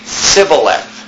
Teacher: And the Ephraimites would say Sibboleth because they could not pronounce the SH sound